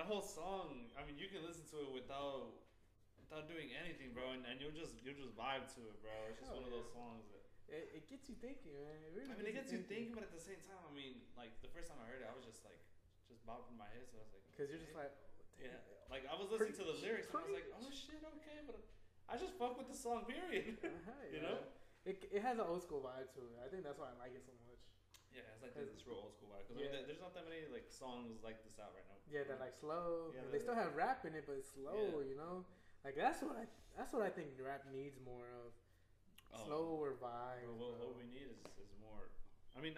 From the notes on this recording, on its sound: I’ve been editing tf out of this episode to make it sound a lil more solid. I’m messing with a few new editing tools so this may not be the same quality as the others.